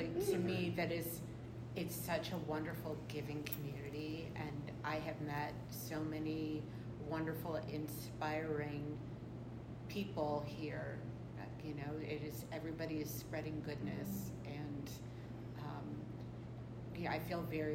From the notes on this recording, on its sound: Live from the Institute! The Institute is a professional development opportunity that features cohort-based collaborative learning, instructional workshops, community building, and open studio time.